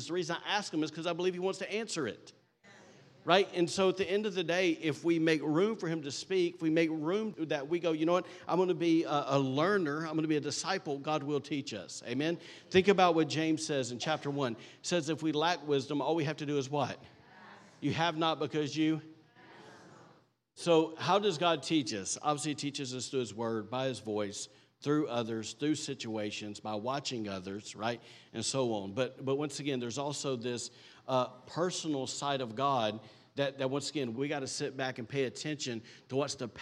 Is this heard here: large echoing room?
yes